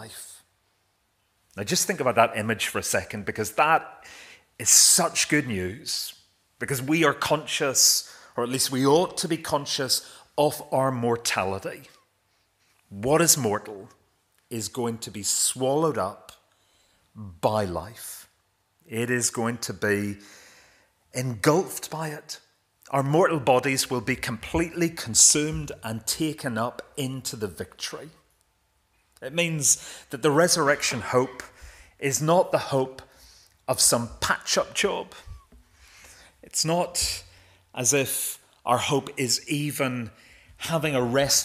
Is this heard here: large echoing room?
yes